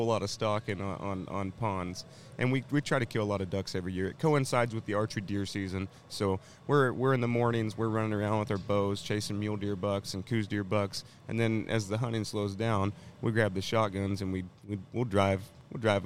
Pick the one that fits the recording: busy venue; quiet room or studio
busy venue